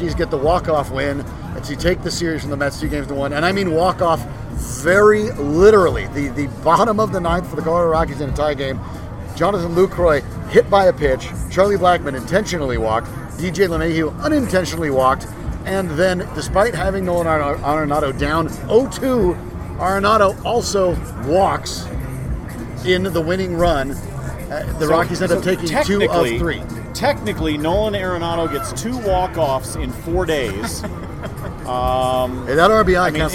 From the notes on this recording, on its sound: While recording live at Tap XIV.